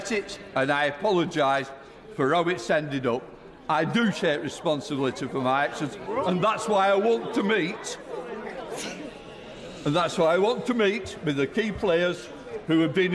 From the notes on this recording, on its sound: live from the Central Lobby